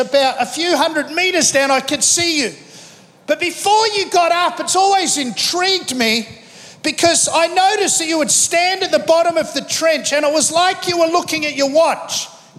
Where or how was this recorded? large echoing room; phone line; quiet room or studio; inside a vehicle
large echoing room